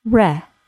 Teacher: The first syllable of the word relative is stressed, and it is pronounced as re, with a short E sound